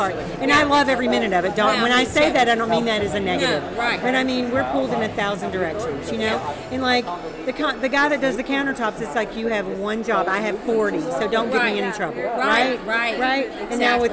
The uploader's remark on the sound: Live at the Phillips Collection